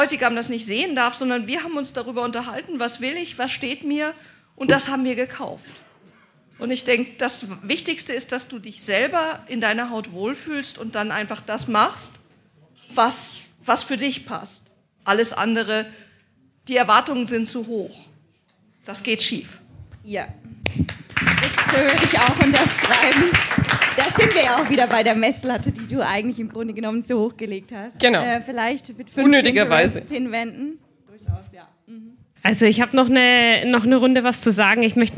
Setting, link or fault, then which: setting, live audience